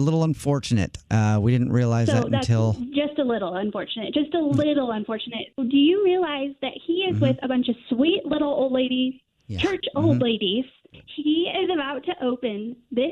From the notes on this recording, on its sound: It's about to go down in this Phone Prank!